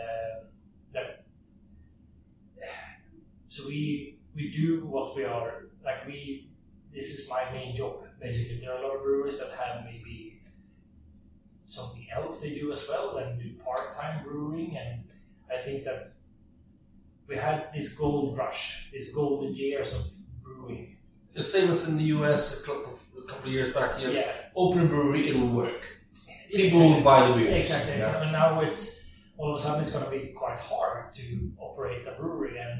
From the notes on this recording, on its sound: Sorry about the bad sound in this episode. The equipment failed us this time. We've tryied to claen up the sound as much as possible, but....